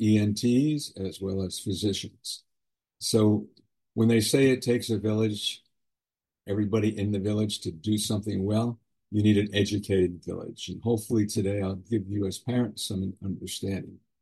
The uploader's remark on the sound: Webinar Recording of Airway Health Solutions - Master Class.